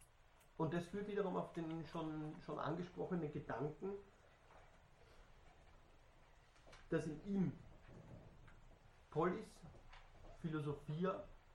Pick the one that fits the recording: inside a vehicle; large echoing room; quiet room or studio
large echoing room